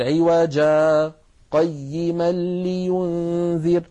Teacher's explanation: لو وقفنا على عوجا فإننا نبدل التنوين مد عوض أيضا لو سكتنا